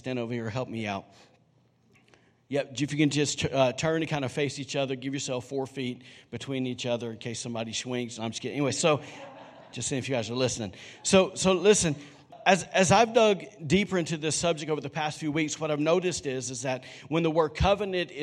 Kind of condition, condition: setting, large echoing room